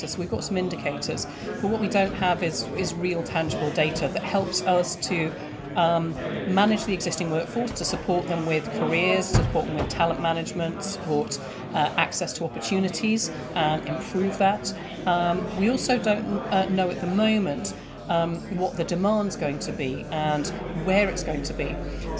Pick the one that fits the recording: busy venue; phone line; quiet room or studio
busy venue